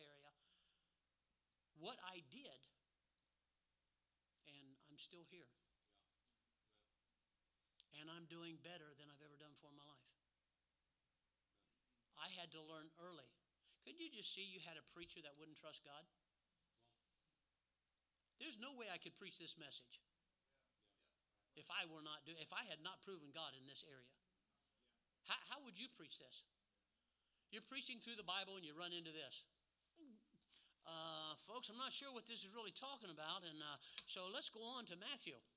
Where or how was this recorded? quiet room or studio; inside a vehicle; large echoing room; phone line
large echoing room